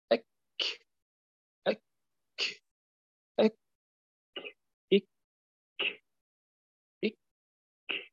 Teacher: أما الكاف فهي أقصى اللسان أيضا، لكن مع ما يحاذيها، مع الحنك اللحمي والعظمي معا، يعني بينهما